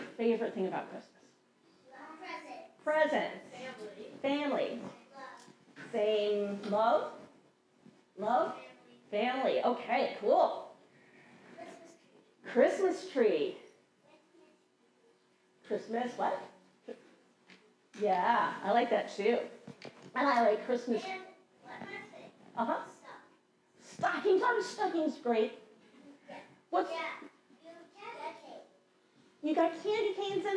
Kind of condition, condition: setting, large echoing room